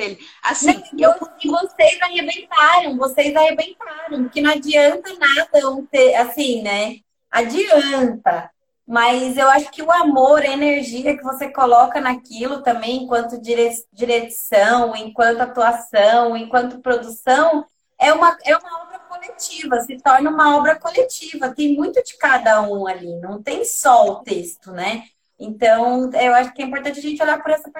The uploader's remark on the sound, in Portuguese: Live ocorrida no Instagram